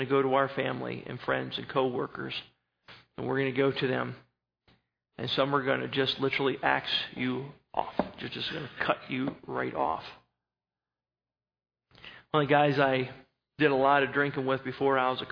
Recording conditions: large echoing room